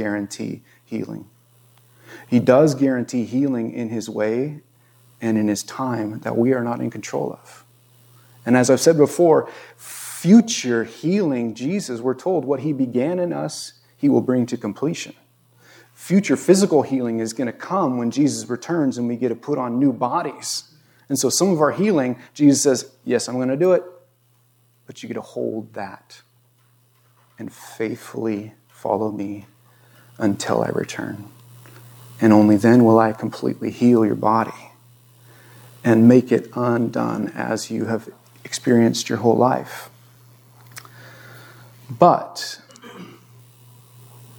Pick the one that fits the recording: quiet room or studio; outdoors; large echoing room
large echoing room